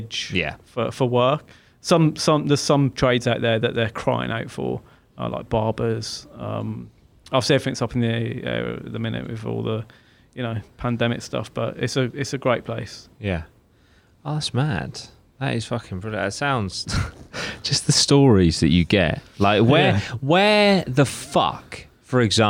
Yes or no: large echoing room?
no